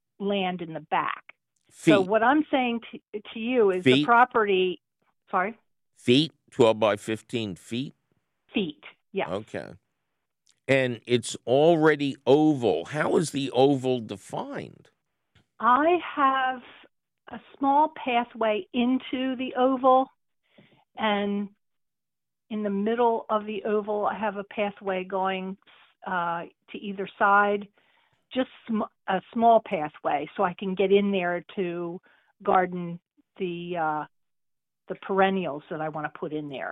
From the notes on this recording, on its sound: your fabulous phone calls!